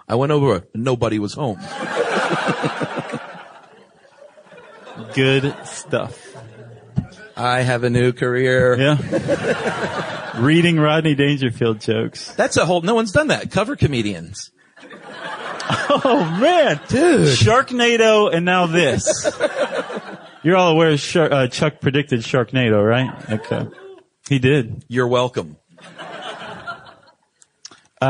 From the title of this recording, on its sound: Live From LA